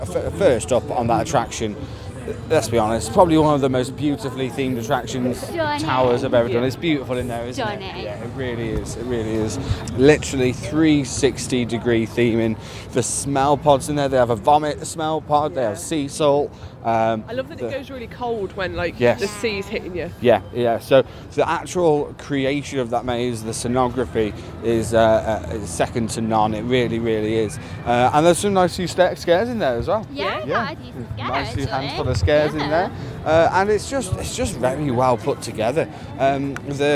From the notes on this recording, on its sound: Scarefest at Alton Towers /On-location Review Episode 2023. We visit the Alton Towers resort as part of the Attraction Soure Scaremazing event to experience Scarefet 2023.